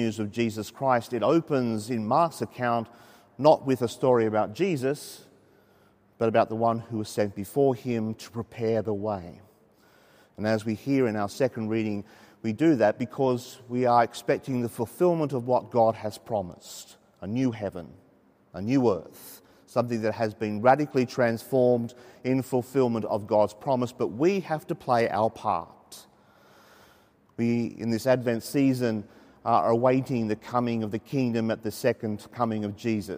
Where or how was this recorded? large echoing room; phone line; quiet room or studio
large echoing room